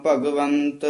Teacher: ਭਗਵੰਤ ਤਦਾ ਨੀ ਬੋਲਣਾ ਭਗਵੰਤ ਤੱਤਾ ਉਚਾਰਨ ਕਰਨਾ